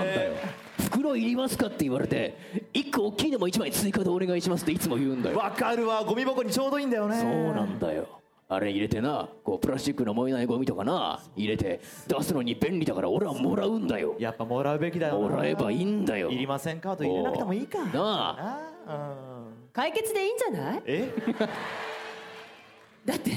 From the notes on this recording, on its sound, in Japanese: 8/30に下北沢タウンホールで行われた。100回記念の公開録音の模様をお届けします！